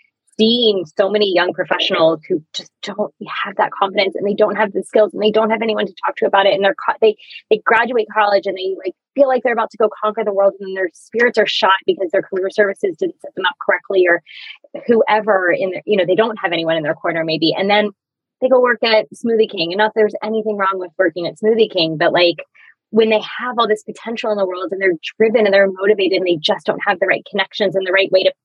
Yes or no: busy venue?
no